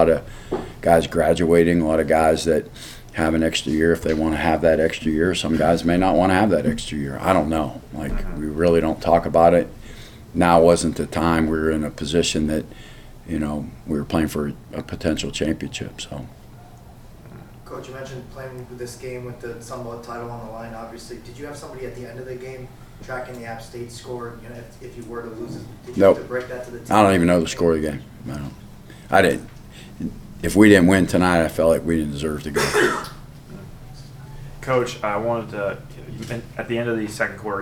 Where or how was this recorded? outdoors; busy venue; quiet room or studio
busy venue